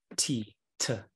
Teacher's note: he's pronouncing th as t